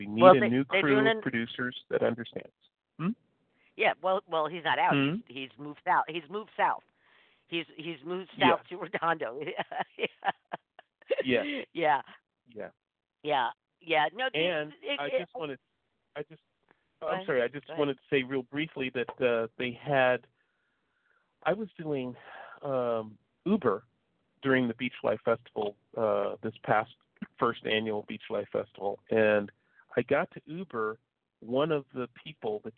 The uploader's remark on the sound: This morning on The South Bay Show: South Bay Spotlight, we're opening up the phone lines.